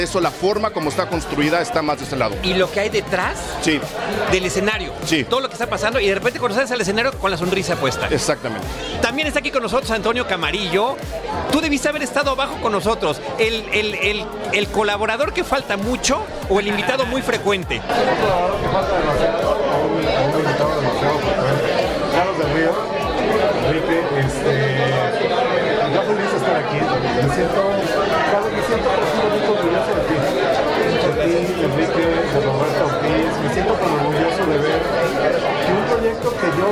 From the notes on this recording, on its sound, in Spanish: Para celebrar los mil episodios, grabamos en Cinépolis VIP de Plaza Universidad, tras una Premiere exclusiva de #Rocketman. Convivimos con amigos y colegas que nos han acompañado.